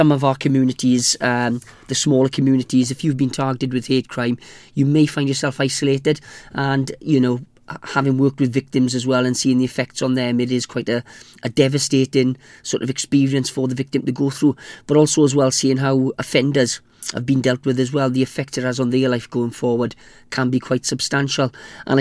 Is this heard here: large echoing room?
no